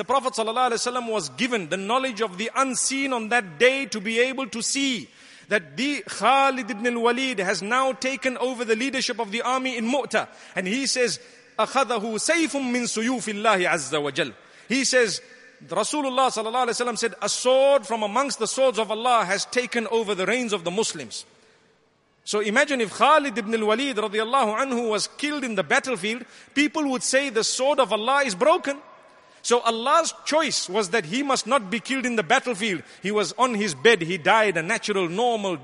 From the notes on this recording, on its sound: Delivered at Tuanku Mizan Zainal Abidin Musjid